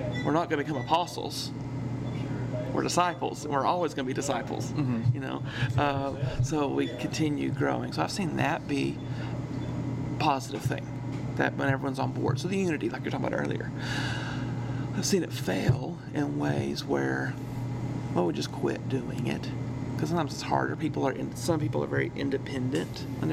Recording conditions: sounds in the background